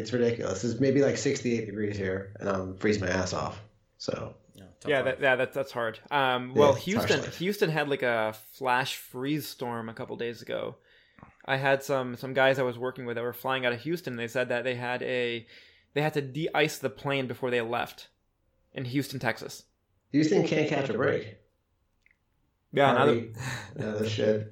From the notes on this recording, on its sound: we didn't have headphones so the audio is captured twice.